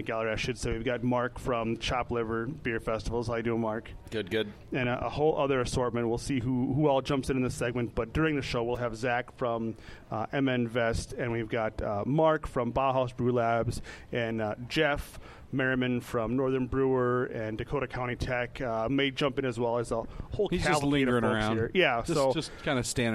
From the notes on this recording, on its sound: recording live from Sea Salt Eatery